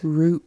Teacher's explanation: we have that glottal stop occur, and it's almost as if that root, that T sound doesn't get said. It's almost silent.